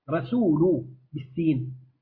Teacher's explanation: دي سين من حروف الترقيق ومن حروف الهمز والصفير